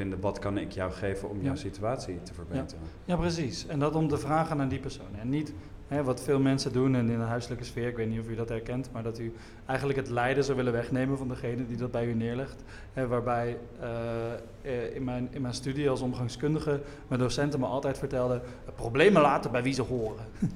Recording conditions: live audience